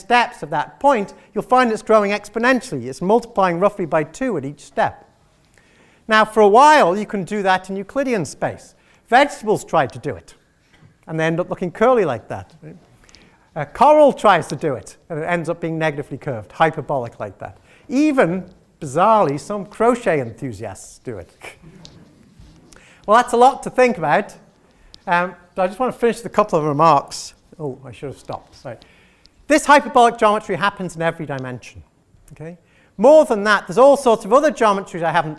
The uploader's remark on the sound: gave this Inaugural Chairman's Public Lecture